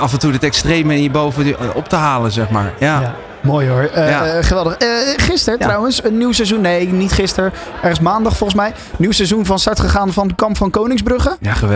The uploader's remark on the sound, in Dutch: Tienjarig jubileum ALLsportsradio 31 januari 2024 - Afterparty